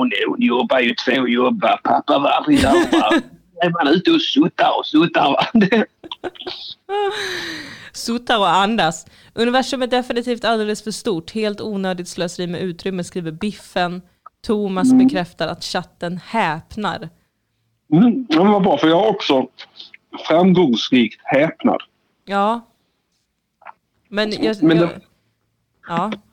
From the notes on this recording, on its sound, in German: I studion. Per telefon.